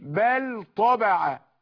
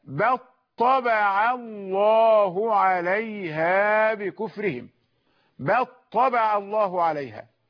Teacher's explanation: لم تظهر اللام ونطقنا بطاء مشددة · Shown in: second take · Term: الإدغام